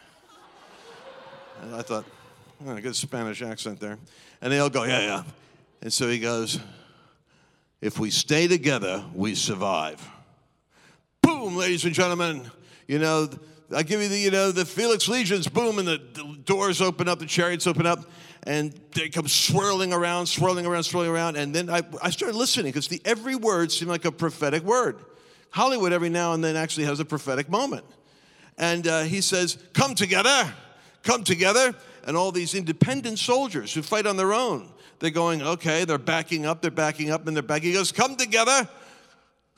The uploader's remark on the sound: Recorded live on 5/23/21.